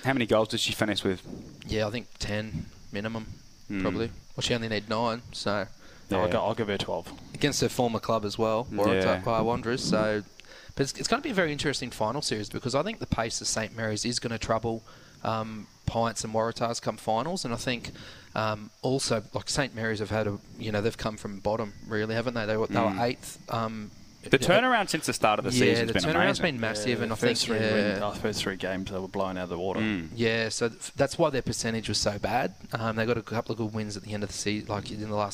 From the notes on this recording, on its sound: Live from the Darwin Waterfront